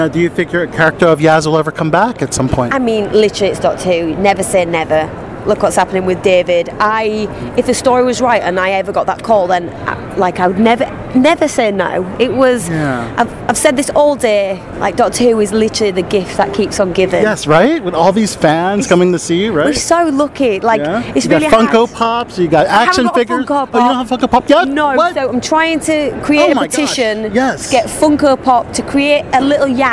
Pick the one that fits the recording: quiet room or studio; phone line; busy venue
busy venue